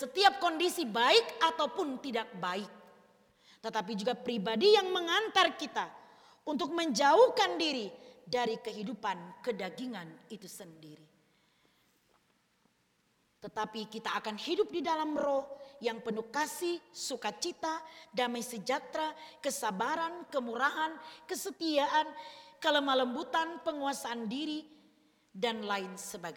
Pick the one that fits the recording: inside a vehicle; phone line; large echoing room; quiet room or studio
large echoing room